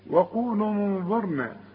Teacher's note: النون تغن والضاء من حروف الاخفاء